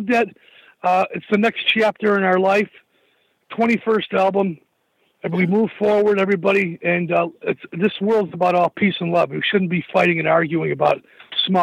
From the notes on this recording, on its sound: called